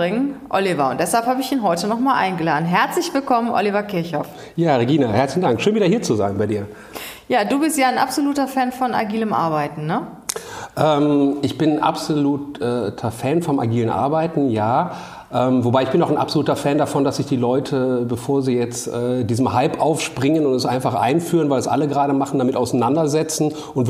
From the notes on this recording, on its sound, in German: Fuck Up Night Vortrag